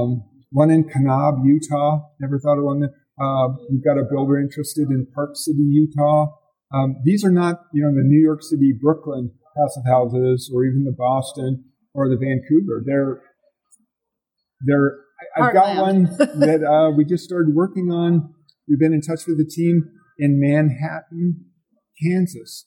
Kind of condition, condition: setting, busy venue